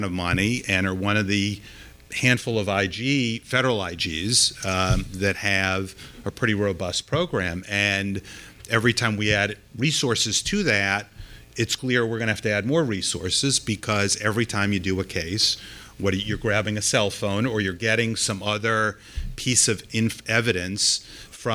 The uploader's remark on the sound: This episode was recorded live at DOI’s annual Anti-Corruption Conference in New York City.